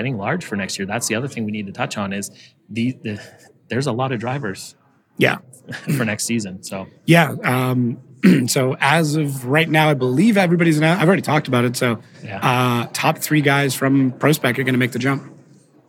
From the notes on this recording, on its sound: chat live at PRI